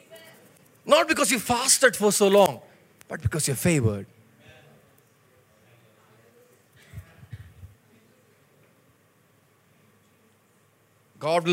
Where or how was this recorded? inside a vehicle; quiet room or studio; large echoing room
large echoing room